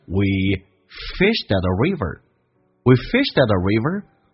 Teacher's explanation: d 跟 at 形成了连音。那么同时 at 不被强调，可以弱化成 a 这个发音，就变成 we fished at a river. · Fish 可以表示鱼，也可以用动词表示钓鱼的意思。我们在河边钓鱼。那么这边听力难点叫 fished， d 跟 at 形成了连音。那么同时 at 不被强调，可以弱化成 a 这个发音